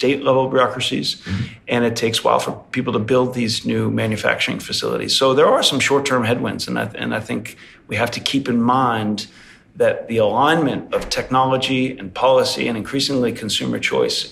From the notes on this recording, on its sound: The IJGlobal podcast is on its travels again, this time in New York at its REFF Wall Street conference run in partnership with Power Finance & Risk. As he left the stage to record this latest episode of Infra Dig.